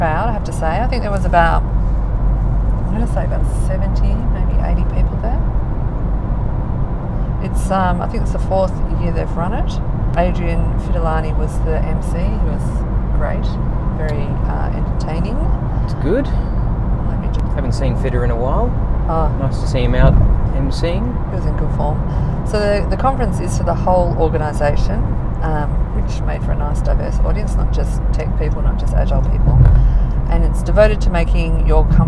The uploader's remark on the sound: In his car while we were driving around between meetings.